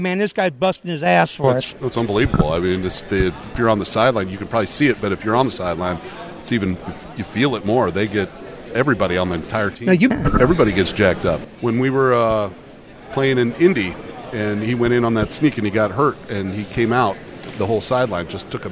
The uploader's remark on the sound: live at the NFL Scouting Combine